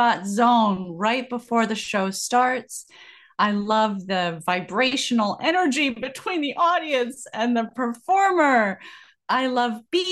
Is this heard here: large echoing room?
no